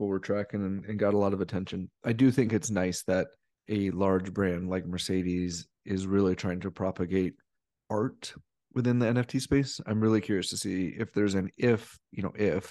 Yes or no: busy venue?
no